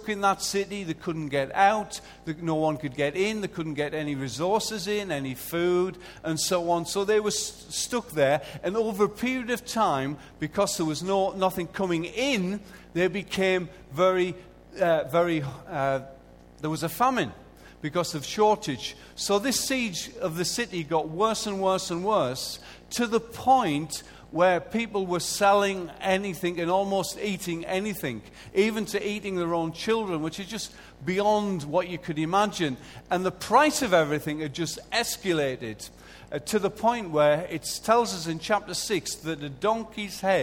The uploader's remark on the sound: Recorded live at Life Church Lancashire on Sunday 6th April 2014.